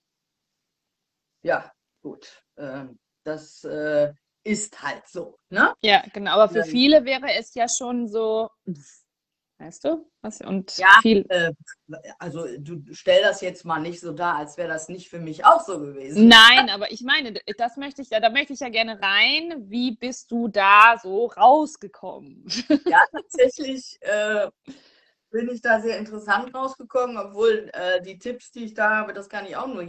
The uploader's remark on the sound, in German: die ich auf live auf Instagram geführt habe